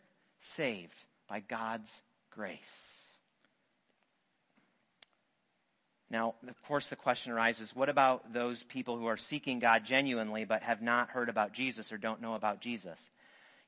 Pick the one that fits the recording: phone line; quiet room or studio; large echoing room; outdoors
large echoing room